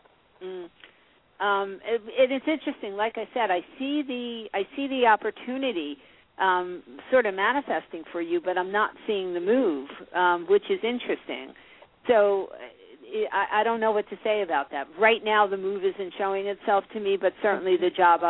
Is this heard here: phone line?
yes